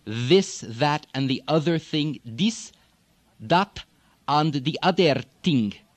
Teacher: Don't change them like Americans do. THs are going to become D's and T's.